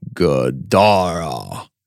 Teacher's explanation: So with the accent on the second syllable